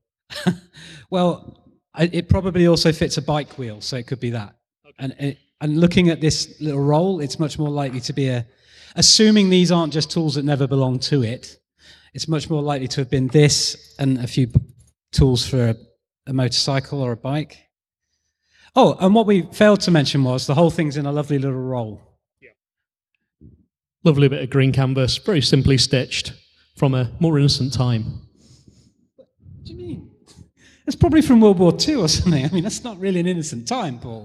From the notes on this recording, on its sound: Bricolage: a makers podcast LIVE (emf2018). Interviewing interesting people LIVE on stage.